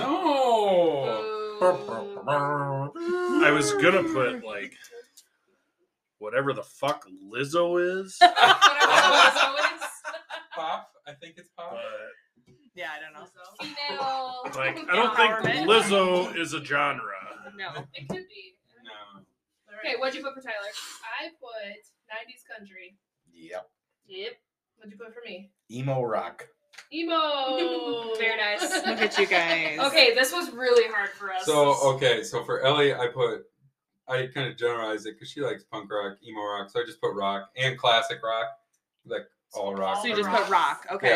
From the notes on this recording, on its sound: Sorry for the sound quality issues, we were too busy looking into each other's eyes to care.